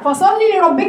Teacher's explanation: فصلي لربك عندك اللام مكسوره فقط ما تجيبليش ياء